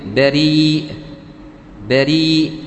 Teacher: مد بالياء وبعد المد همزة · Term: مد متصل